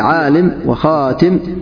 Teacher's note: ألف الإمالة فهي التي تجدها بين الألف والياء